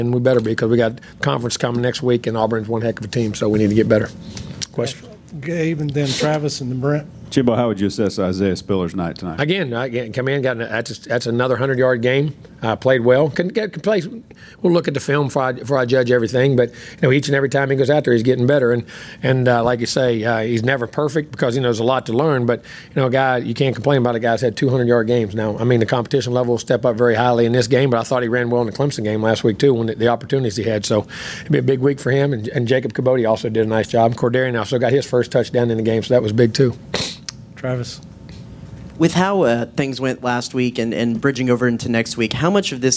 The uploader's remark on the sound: press conference following the 62-3 win over Lamar at Kyle Field